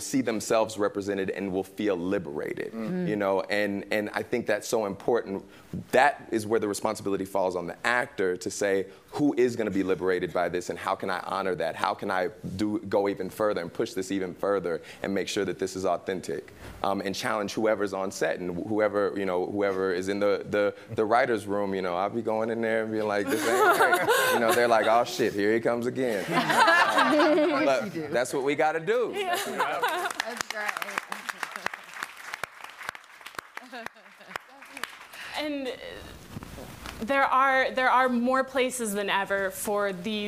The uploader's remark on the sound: Close Up with the Hollywood Reporter Live: Indie Actors. In front of a live audience at the SundanceTV HQ on Main Street in Park City, UT during the 2020 Sundance Film Festival.